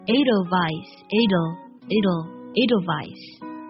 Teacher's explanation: 我们在发舌侧音重音的时候一定要注意呢，舌尖轻轻抵在上齿龈这里